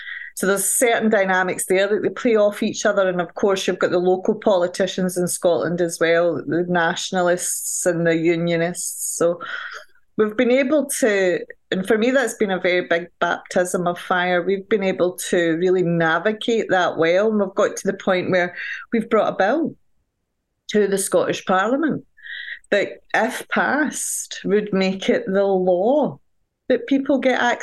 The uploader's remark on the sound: Recorded 11.20.2023 in Raleigh, NC and Glasgow, Scotland, UK on Zoom